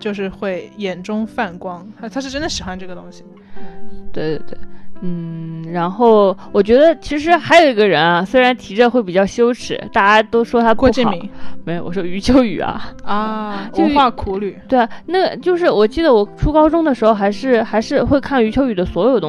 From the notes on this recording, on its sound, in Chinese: 本期是我们在床上拿着话筒录的，有电流声